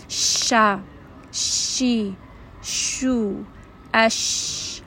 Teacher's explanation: when you say the letter sheen, you're just going to have a little bit of that spreading sound. Allow a little bit of that air to escape. Allow a little bit of that slight whistling sound to escape. · Term: feshi